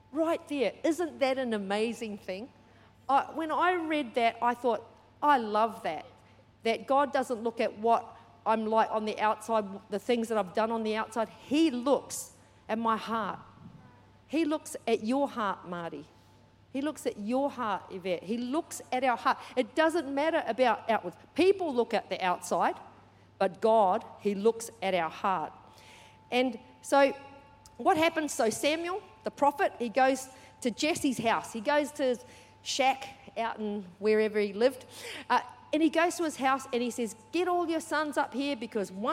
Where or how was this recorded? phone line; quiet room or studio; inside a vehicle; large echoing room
large echoing room